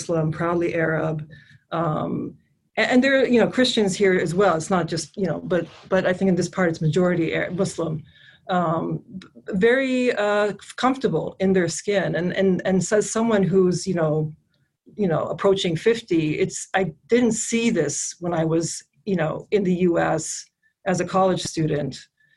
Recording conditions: video call